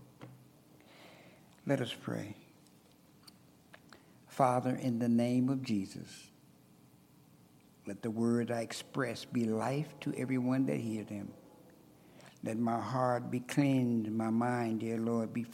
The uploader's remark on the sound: At Ringgold Seventh-day Adventist Church.